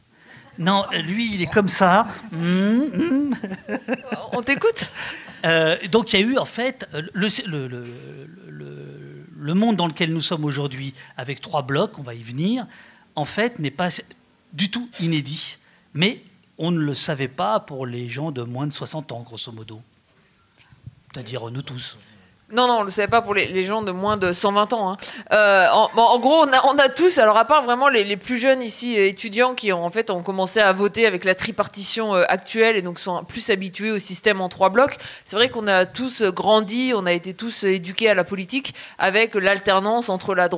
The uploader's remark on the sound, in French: AuPoste en public. Débat public!